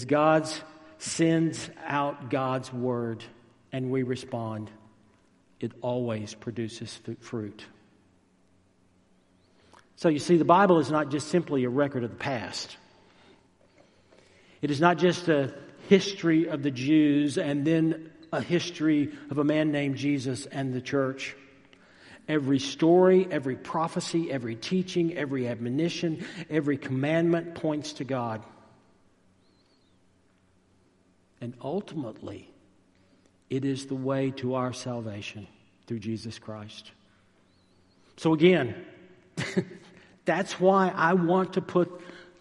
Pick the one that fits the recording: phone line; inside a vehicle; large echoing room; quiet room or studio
large echoing room